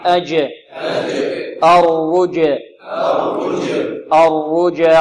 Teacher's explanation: والجيم مقلقلة وكذلك مرققة وشديدة، شديدة مقلقلة مرققة، أج، انظروا معي، أج، أرجع، أرجع، أرجع، وهذه ألف تمد بمقدار حركتين دون أن نختمها بهمزة، أرجع، أرجع، ما زال قليلا، أرجع، أرجع، بارك الله فيكم.